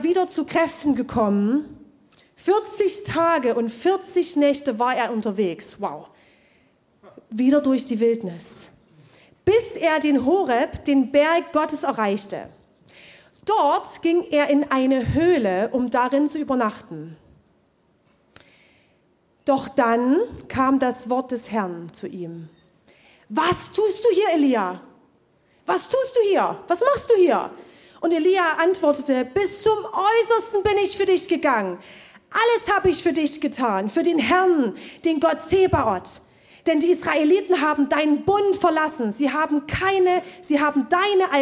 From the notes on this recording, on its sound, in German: Zeal Church Dresden. Audiomittschnitt der Predigt vom 03.12.2023 im Kurländer Palais in Dresden.